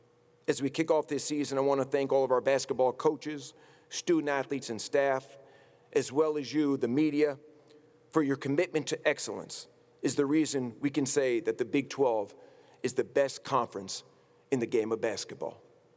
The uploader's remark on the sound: Press conference at Big 12 Basketball Media Day. In Kansas City, Missouri.